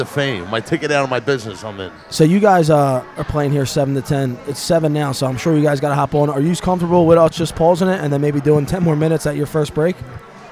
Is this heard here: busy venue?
yes